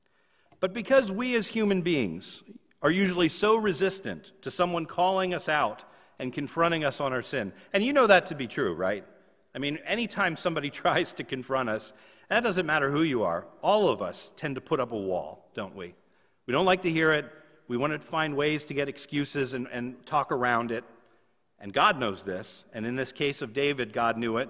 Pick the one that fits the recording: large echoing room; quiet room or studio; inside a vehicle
large echoing room